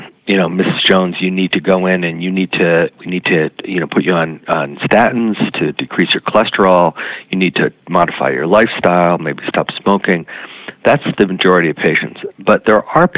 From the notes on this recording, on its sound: via internet phone